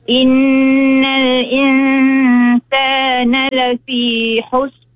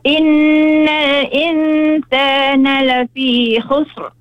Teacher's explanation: Ro tak bunyi, khusr bunyi tebal sikit. · Shown in: second take